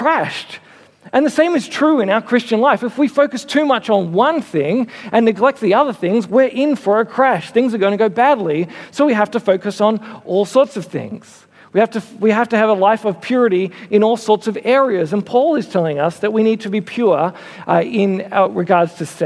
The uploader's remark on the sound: Originally preached at Mitcham Baptist Church in 2015